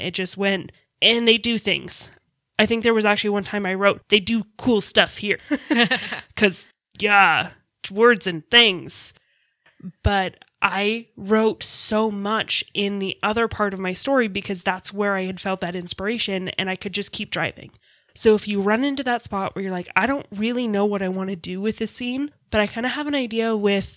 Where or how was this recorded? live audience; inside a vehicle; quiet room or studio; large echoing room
quiet room or studio